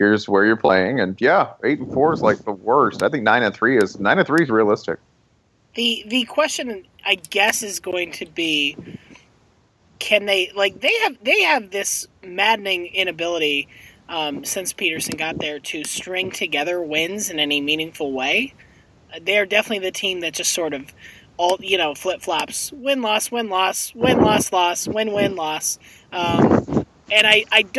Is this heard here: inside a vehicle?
yes